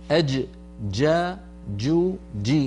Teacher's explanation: الجيم الفصيحة من وسط اللسان وصوتها شديد، لا تستعملي طرف اللسان في مخرج الدال حتى لا تخرج معك الرجيم.